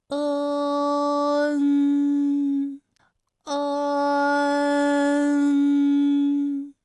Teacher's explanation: 舌面的前部与硬腭的前部闭合，使口腔中受到阻碍的气流从鼻腔里透出。 · Term: 前鼻韵母